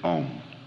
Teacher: the syllable Om, the sound O, is analyzed into two sounds, A and U joined, A, U, M. So you'll sometimes see this written O-M and sometimes A-U-M.